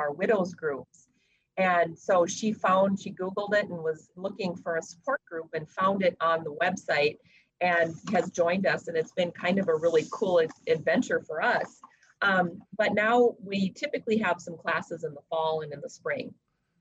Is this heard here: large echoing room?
no